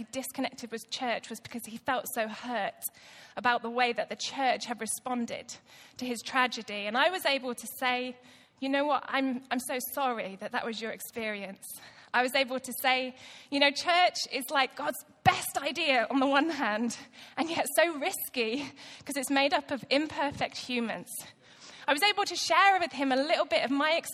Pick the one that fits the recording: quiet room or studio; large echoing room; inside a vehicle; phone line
large echoing room